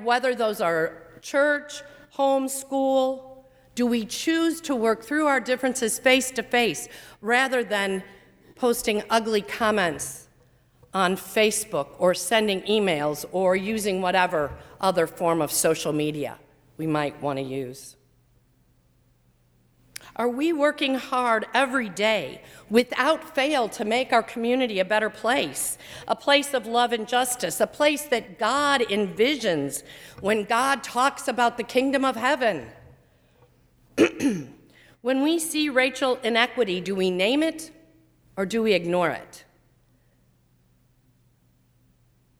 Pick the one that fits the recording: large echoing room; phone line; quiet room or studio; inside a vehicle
large echoing room